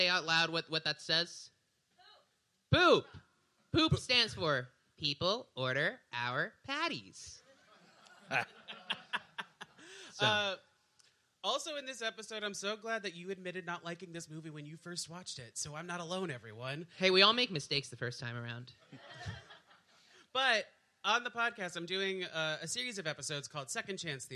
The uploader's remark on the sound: We did a live show. Yes, there's some visual jokes that happen.